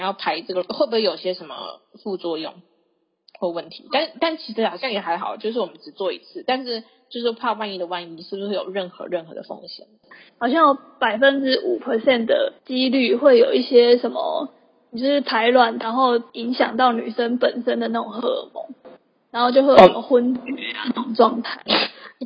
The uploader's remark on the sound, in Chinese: 本集音質不佳，不建議使用耳機